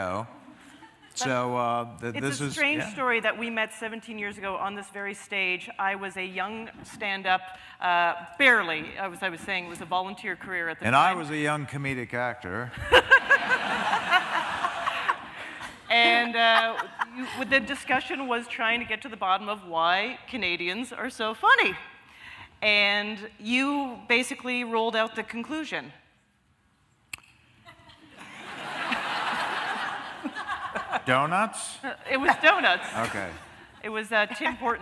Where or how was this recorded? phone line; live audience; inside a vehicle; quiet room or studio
live audience